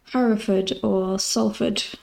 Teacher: it looks like it should be pronounced Ford, but we actually say Fud